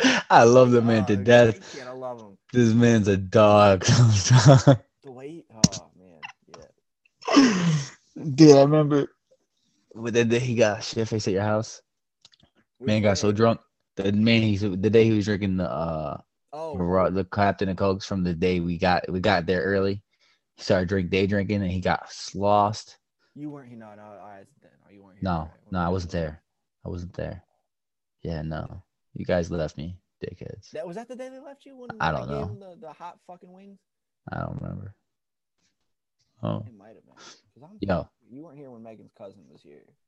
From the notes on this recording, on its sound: The audio isn't the best right now, we are working out the issues for future episodes.